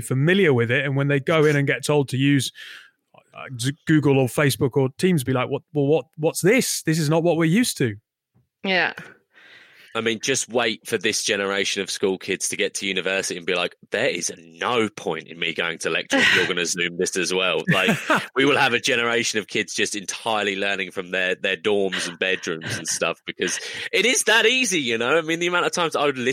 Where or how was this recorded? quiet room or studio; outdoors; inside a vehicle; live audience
quiet room or studio